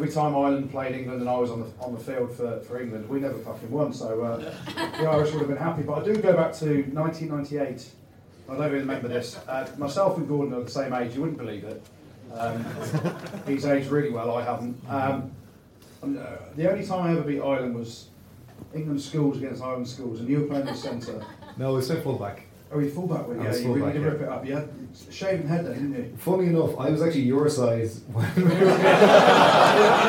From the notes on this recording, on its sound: LIVE Bitter Rivals. In front of a live audience of 100+.